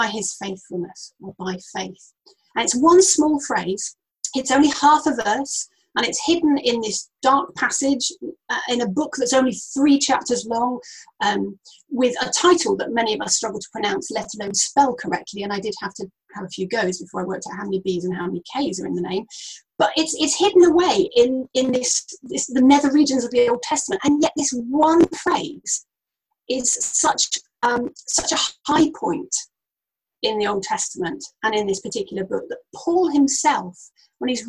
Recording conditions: video call